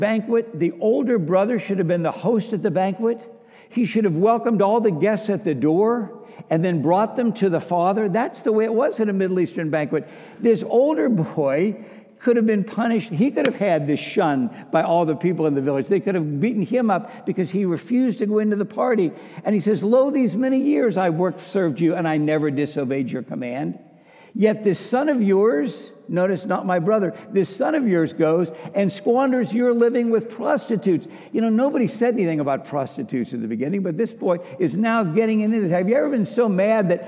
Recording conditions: large echoing room